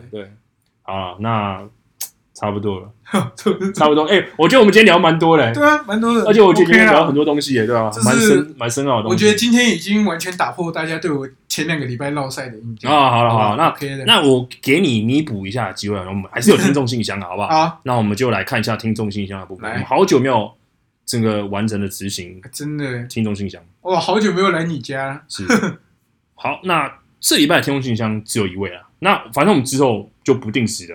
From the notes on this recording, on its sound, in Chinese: 本集錄音出了點問題，聲音部分請見諒